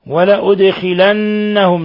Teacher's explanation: دال تقلقل لسكونها ثم النون المشددة تغن مقدار حركتين